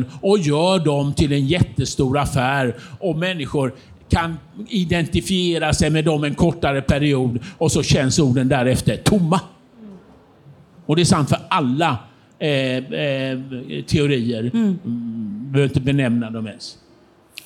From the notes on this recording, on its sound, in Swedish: inspelat på Bokmässan 2023 och arrangerat av Nätverkstan Kulturtidskifter